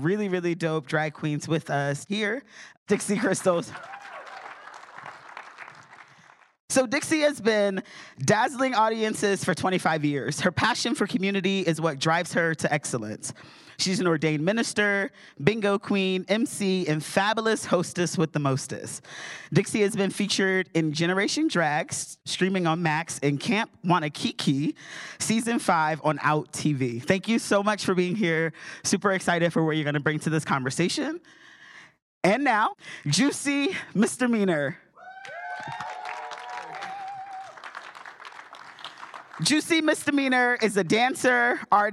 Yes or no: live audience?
yes